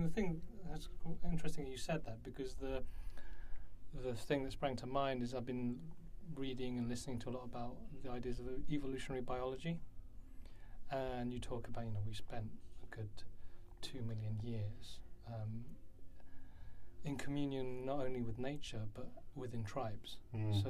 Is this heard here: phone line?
no